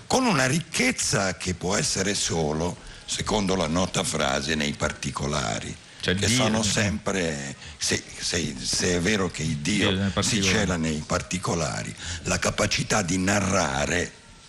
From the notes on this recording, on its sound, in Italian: FAHRENHEIT Festivaletteratura Mantova. In diretta da Mantova - Piazza Leon Battista Alberti - per la XXIII edizione del Festivaletteratura.